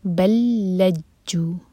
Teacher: لام ایمٹی ہے، next word کا لام سے مرج کیا جائے گا، ادغام متماثل.